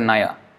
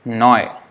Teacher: It's not naya, they will never say naya, noy. The last A is not pronounced, just like in Hindi. · Shown in: second take · So the A becomes O, so instead of nai, noy.